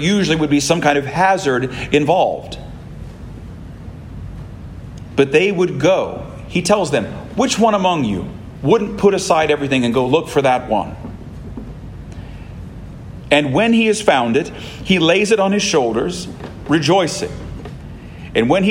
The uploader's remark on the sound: This sermon was preached at Christ Church Anglican in Florence, KY